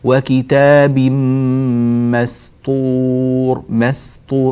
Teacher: السين هنا لا تنقلب إلى صاد